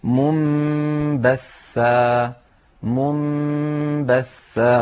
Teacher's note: المثال الثالث منبثا، منبثا، فوضعت اللجنة فوق النون الساكنة ميما صغيرة دلالة على أن على القارئ أن يقلب هذه النون إلى ميم ثم ينطق الميم مخفاة بالباء التي بعدها · Term: الإقلاب